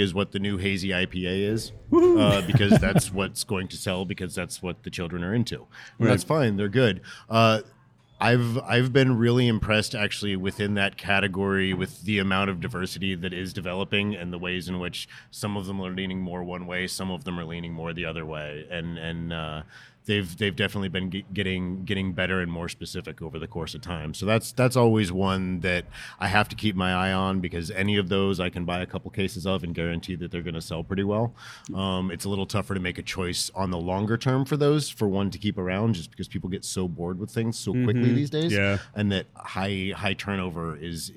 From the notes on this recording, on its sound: Live From Silver Branch Brewing. Visited Silver Branch Brewing Company for a live DC Beer Show recording.